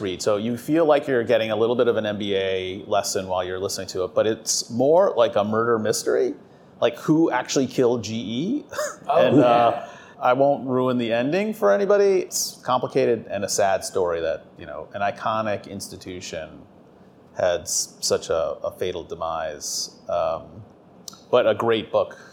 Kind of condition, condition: setting, busy venue